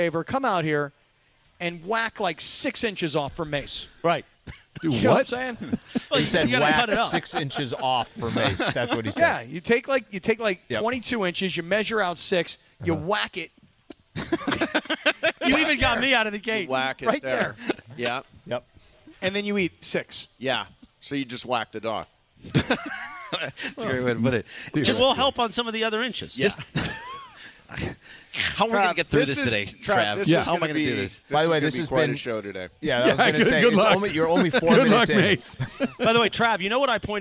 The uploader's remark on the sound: LIVE from The 909 Sports Bar at Yaamava!